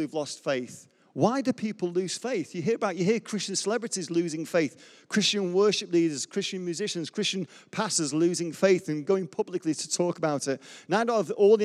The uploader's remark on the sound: Recorded live at Life Church Lancashire.